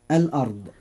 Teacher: الراء فيها مفخمة لأنها ساكنة وما قبلها مفتوح